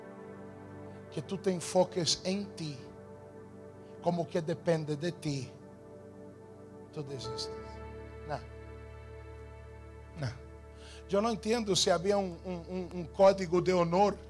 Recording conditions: large echoing room